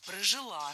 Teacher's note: Прожила, неверно, правильный вариант ударения – прожила. Ударяем последний слог, окончание. · Term: ударение